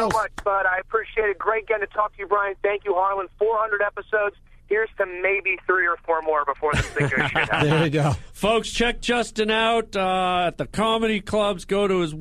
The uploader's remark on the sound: The live in studio 400th. IN STUDIO AT UNIVERSAL CITY episode. Live calls and webcast.